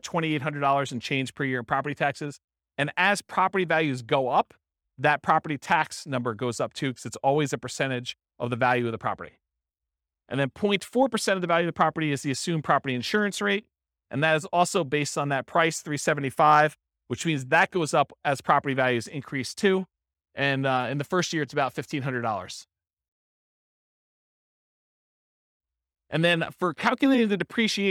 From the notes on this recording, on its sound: This was a live class recorded.